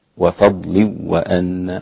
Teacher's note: مفيش غنة، أصبح إدغام بدون غنة